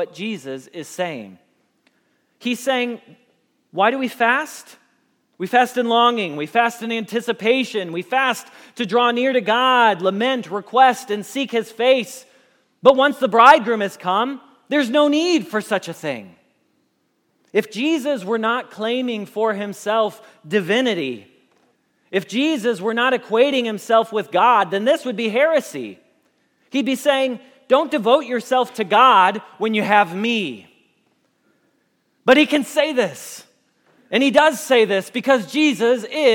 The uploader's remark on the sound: Message Preached at Valley Creek Church